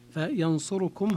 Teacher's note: الاختلاس الاتيان بثلثي حركة الضمة التي على الراء